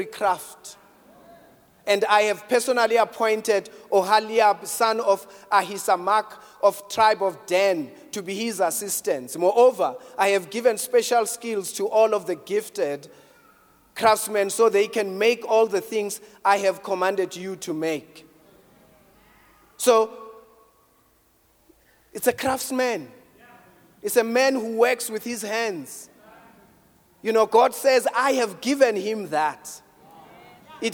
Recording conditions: large echoing room